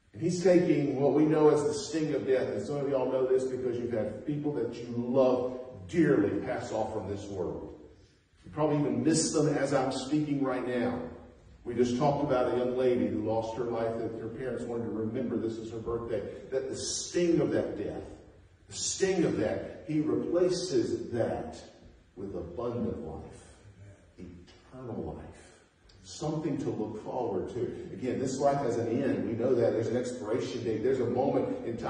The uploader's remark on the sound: Preached at North Beaver Baptist Church in West Jefferson, NC